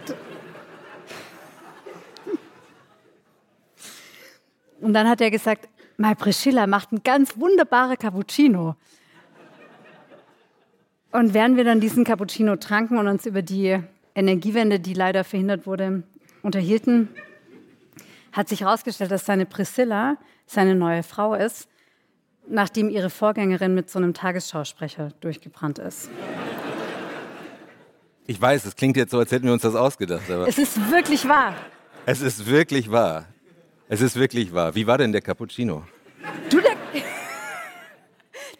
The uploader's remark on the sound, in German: Folge 144 ist ein Livemitschnitt. Ist ein Livemitschnitt des Auftritts. In der Uni Wien.